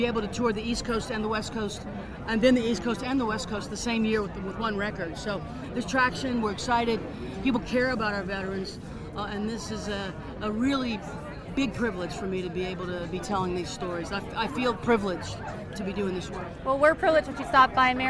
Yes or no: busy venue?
yes